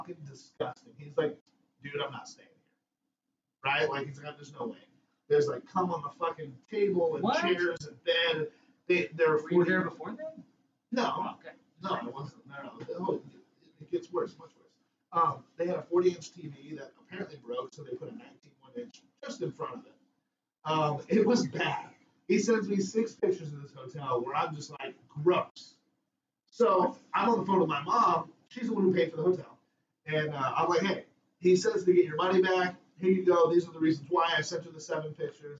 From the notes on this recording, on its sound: Sorry again for the absolutely terrible audio not sure why it is randomly doing that.